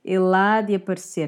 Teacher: Sometimes you can actually drop the E from the de or just pronounce as if it's an I.